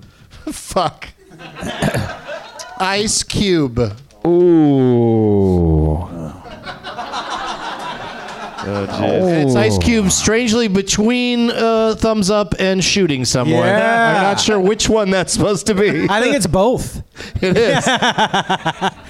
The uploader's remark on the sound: Live from the NerdMelt Showroom